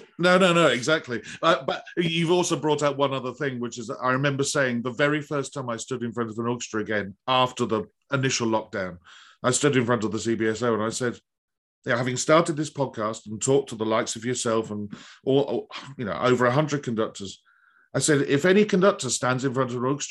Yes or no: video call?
yes